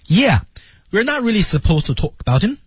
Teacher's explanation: 所以重点在 yeah 和 not.